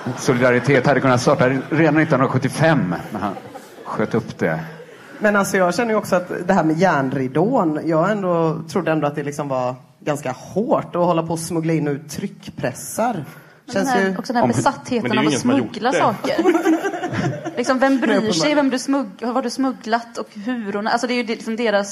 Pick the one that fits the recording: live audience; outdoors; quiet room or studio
live audience